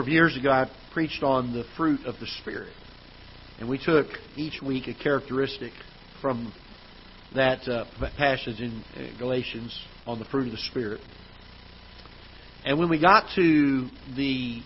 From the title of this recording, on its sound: Ketha Heights Baptist Church ~ Live Broadcast